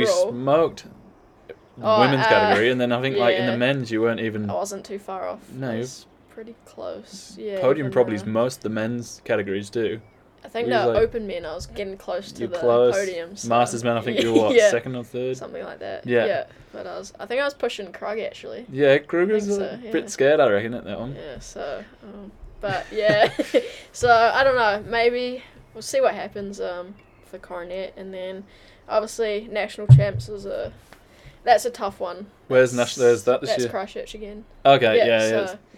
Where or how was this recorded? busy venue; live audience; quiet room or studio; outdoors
outdoors